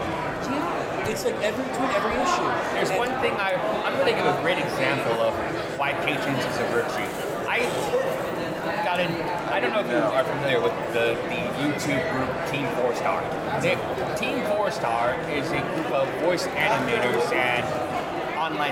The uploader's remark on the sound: we are LIVE at Terrificon 2021